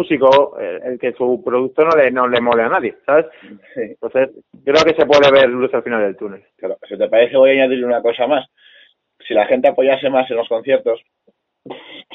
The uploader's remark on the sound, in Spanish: Entrevista telefónica